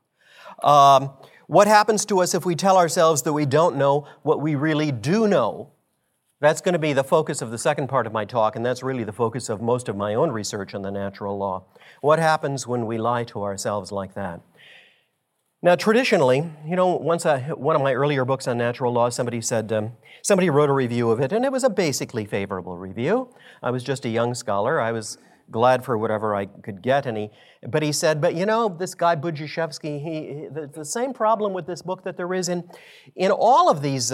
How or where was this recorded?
live audience